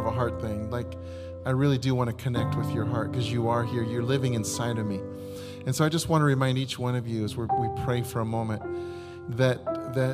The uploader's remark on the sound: This is a recording of our complete service including communion and information about The Sound plans for July 2022.